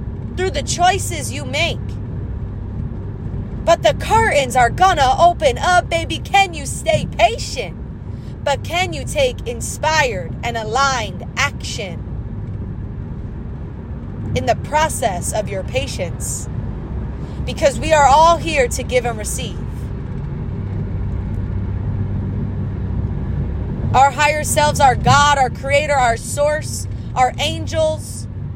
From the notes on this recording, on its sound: I recorded this on my iPhone using my voice memos so it's noisy and filled with long pauses and repeated thoughts.